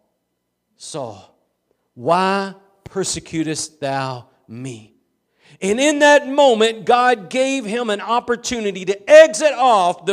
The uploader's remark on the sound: Preached at Gospel Lighthouse in Bossier City, La.